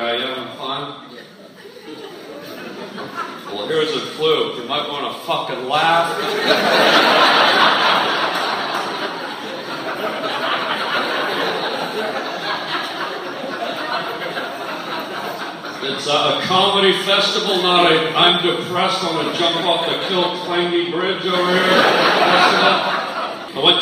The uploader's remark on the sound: Live stand up in IRELAND at an Irish comedy festival. A war expert phones.